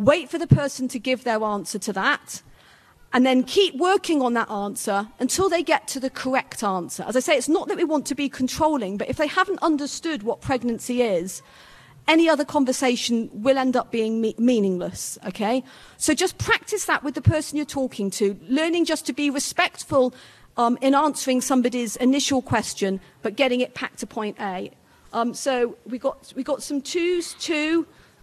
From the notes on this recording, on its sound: This talk was given at New Dawn 2023, a conference held annually at the Catholic National Shrine of Our Lady of Walsingham.